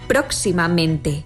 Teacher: en próximamente, donde se pronuncian con más fuerza las sílabas pro y men · Term: dos acentos prosódicos